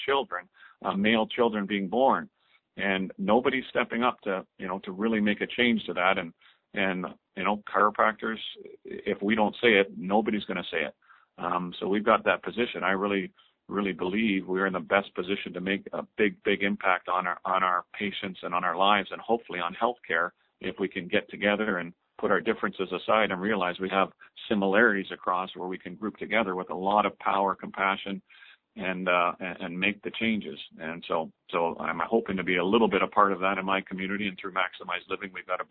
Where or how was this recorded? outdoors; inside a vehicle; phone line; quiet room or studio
phone line